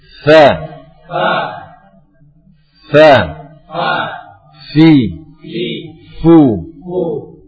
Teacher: Makhrajnya adalah bagian dalam bibir bawah dengan ujung gigi seri atas. · Term: huruf fa